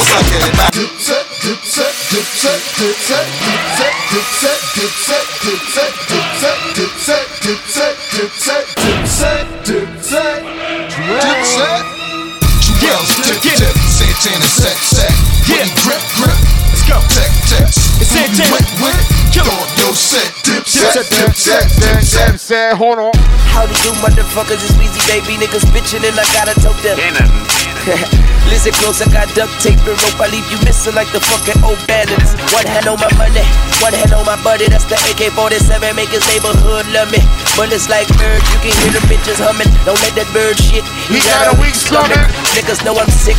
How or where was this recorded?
busy venue